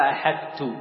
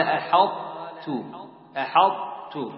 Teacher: الطاء هنا بدون قلقلة وجود إدغام متجانس ناقص بدون تشديد التاء · Shown in: second take